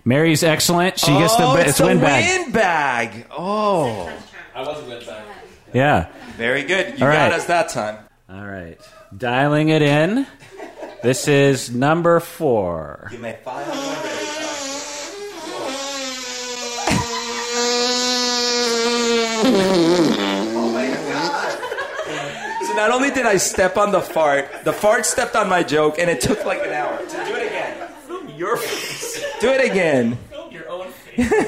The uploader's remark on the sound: a live podcast for patrons